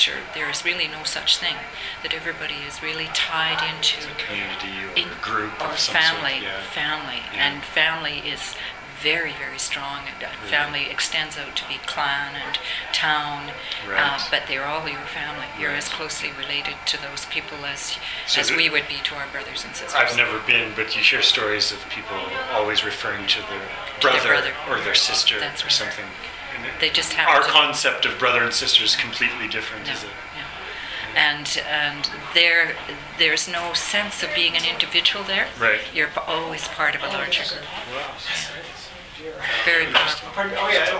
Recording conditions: busy venue